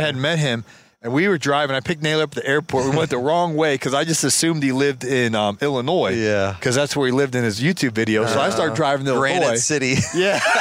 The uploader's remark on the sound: an outdoor fireside chat in Minneapolis